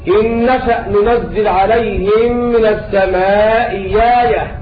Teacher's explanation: بإبدال الهمزة ياء لوقوعها مفتوحة بعد همزة مكسورة · Term: البدل المغير بالإبدال